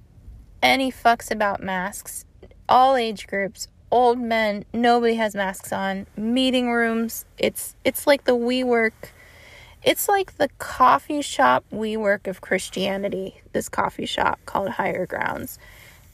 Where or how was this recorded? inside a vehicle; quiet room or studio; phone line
inside a vehicle